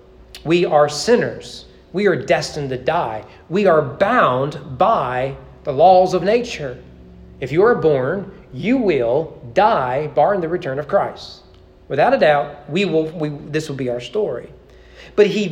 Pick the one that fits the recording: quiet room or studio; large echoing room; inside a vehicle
large echoing room